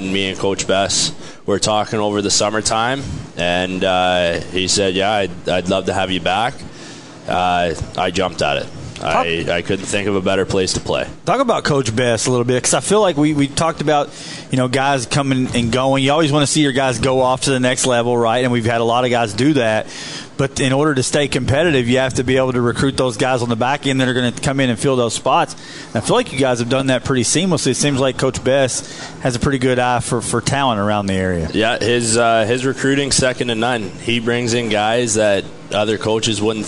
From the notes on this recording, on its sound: live at BJ's Brewhouse